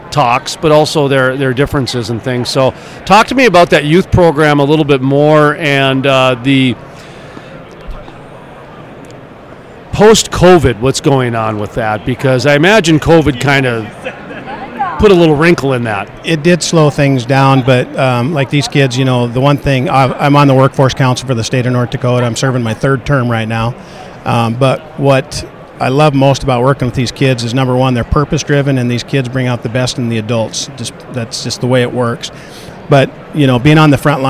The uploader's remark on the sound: at the Williston Basin Petroleum Conference